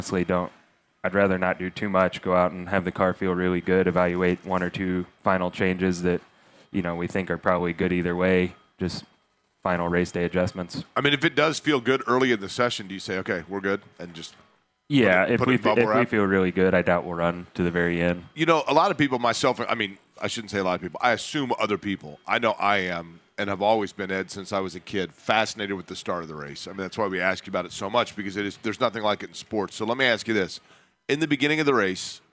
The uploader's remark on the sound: LIVE AT CARB DAY